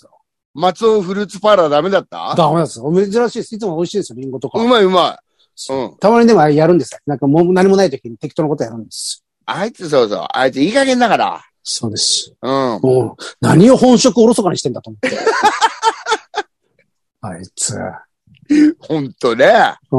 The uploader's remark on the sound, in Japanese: ZOOMで収録